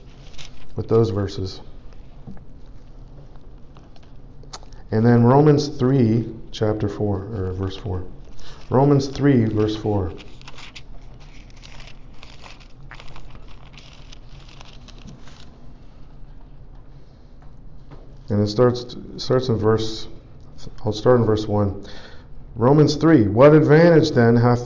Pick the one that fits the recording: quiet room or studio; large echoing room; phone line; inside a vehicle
large echoing room